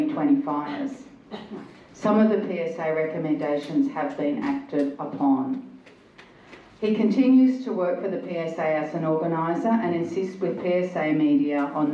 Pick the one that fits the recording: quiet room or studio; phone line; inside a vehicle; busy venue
busy venue